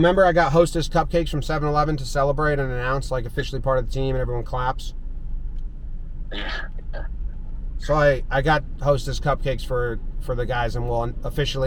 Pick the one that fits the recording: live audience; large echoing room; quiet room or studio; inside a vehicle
inside a vehicle